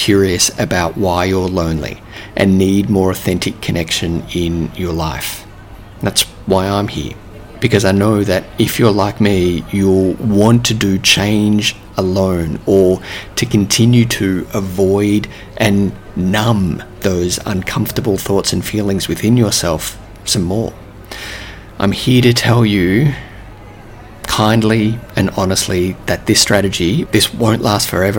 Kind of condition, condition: setting, busy venue